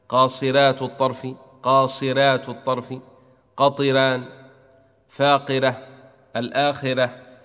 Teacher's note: كل هذه الحروف راؤها ترقق لأنها وقعت بعد كسر عليه. لا ينظر الحرف المكسور قبل الراء، لا ينظر إليه لكونه حرف استعلاء أو غير استعلاء.